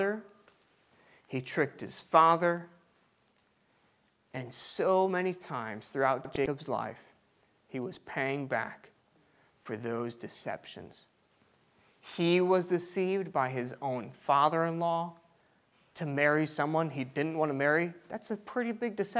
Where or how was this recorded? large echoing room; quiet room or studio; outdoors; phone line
large echoing room